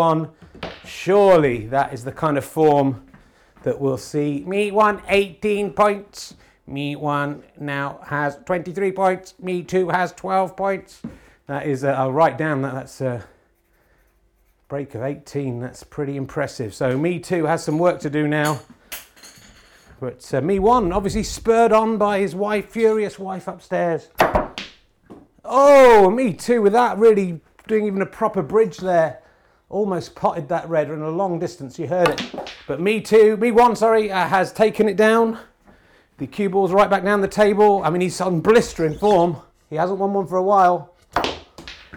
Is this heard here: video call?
no